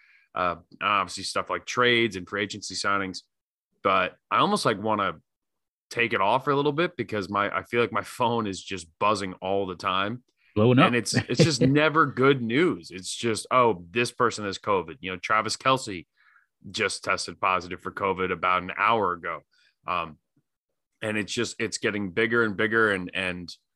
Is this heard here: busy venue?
no